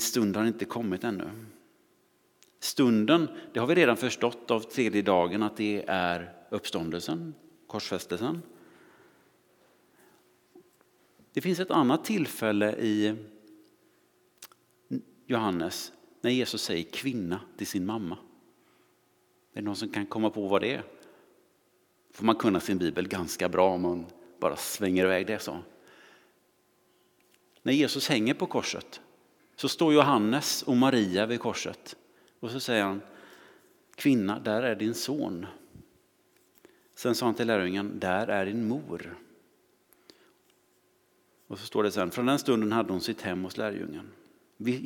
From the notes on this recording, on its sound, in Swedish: Inspelning från Immanuelskyrkan Skövde.